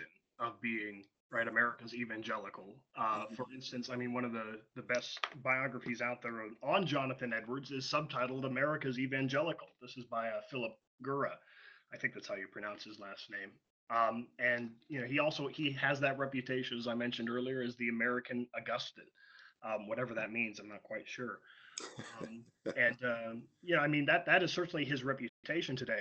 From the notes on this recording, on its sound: Saturday Webinar. Live show aired at 11am.